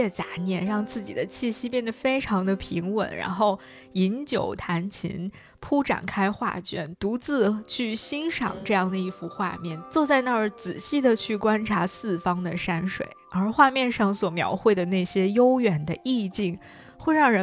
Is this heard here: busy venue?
no